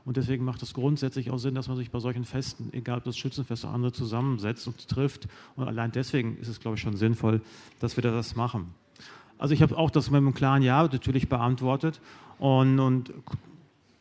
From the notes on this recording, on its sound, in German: Antworten gibt es in Inspirationstalk und einer anschließenden Diskussion. 2018 im RP-Zelt beim Campfire-Festival in Düsseldorf.